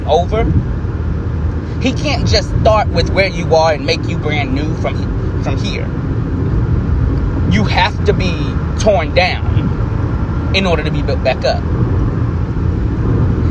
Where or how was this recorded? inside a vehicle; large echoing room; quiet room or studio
inside a vehicle